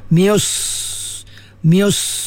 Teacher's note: Sad dia tebalkan. Mius, sad ni dia sifat isti'ala, kemudian sifat itbaq, dan mendempik lidah tu di langit-langit. Tertahan dia punya angin dia tu di langit-langit tu, dan dia lepaskan, mius, mius.